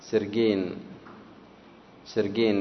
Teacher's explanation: وهي بحرف الجيم الفارسية التي هي بين الكاف والقاف